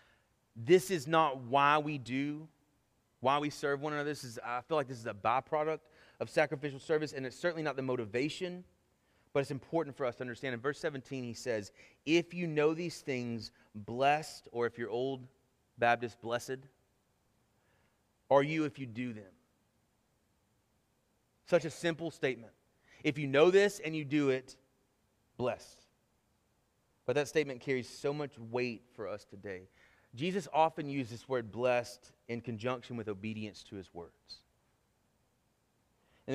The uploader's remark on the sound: Sermon Audio from our Worship service